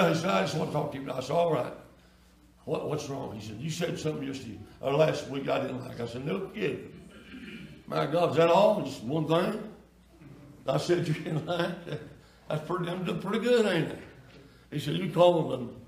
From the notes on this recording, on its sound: Sunday Night Worship Service